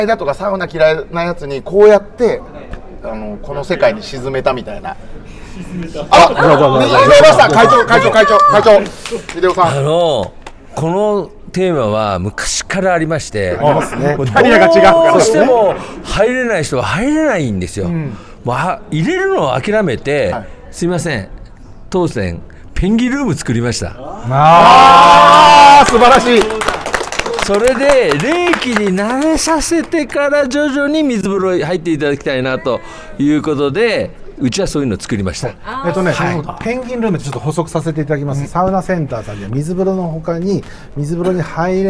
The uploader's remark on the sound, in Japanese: 今週は 「万平蒸祭 in ホテルマント富士」 でスナック濡れ頭巾を行った際の公開収録の模様をお届け！全国からお越しいただいたサウナ好きとお送りいたします。